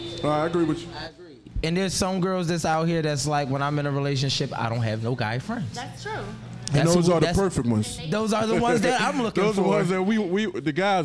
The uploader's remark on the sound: Live from Krush Lounge in Philadelphia PA!